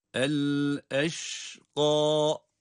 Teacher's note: Kaf da kalın ve meddi tabi ile okuyoruz.